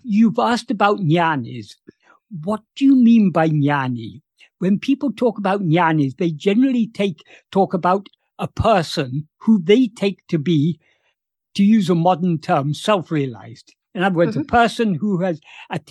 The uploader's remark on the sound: In a Zoom meeting on 21st December 2022.